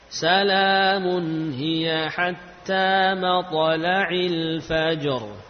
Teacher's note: Langsung, ya, langsung qalqalah. Karena memang huruf qalqalah, ya, begitu sukun langsung dipantulkan.